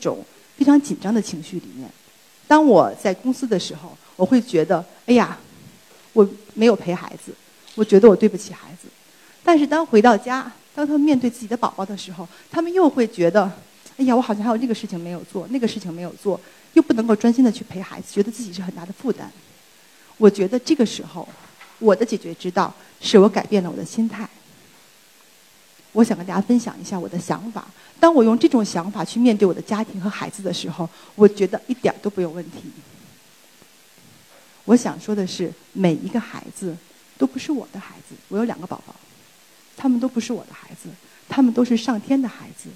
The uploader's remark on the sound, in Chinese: 今天在一刻演讲的舞台上分享我的故事。